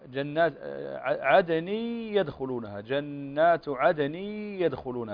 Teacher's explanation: تنوين وبعده الياء والياء من حروف الإدغام قلنا بغنة